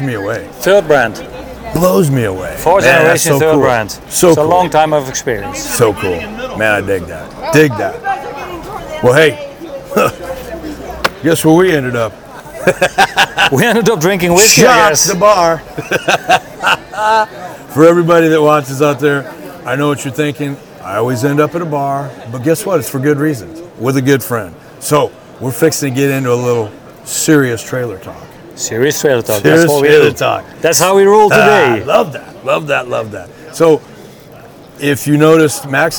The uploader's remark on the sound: LIVE FROM NATDA SHOW IN NASHVILLE